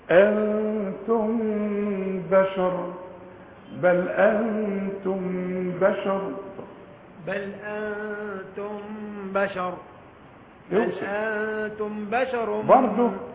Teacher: الميم بعدها باء يحصل لها اخفاء بغنى